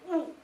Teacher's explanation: 爬歐咧係三個音素嘅，一個爬，一個哦，一個烏所構成嘅